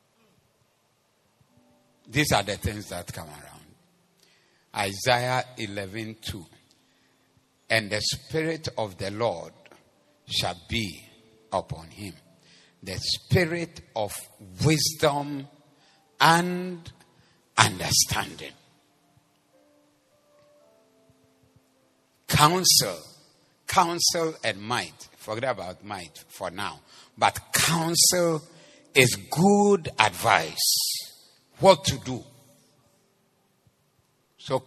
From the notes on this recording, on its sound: Preached at the Zeloo Service